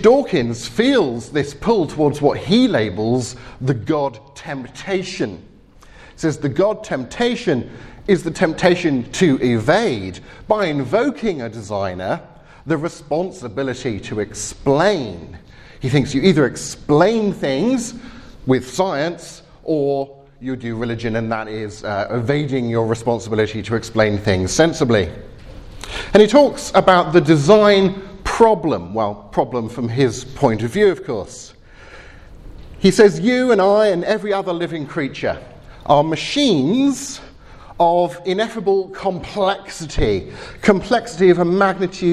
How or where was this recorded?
live audience